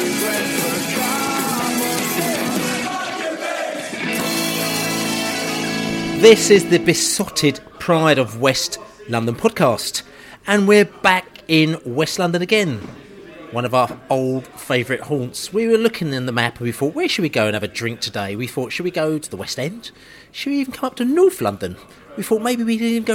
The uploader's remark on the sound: Preston pre-match podcast from the pub.